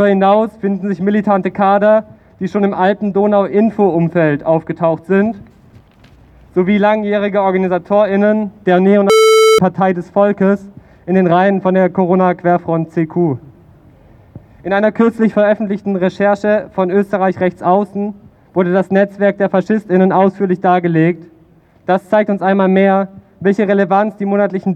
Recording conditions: busy venue